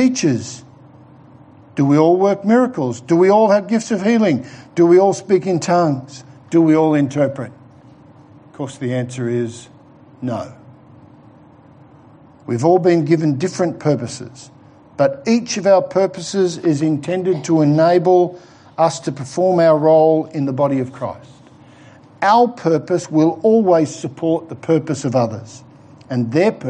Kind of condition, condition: setting, large echoing room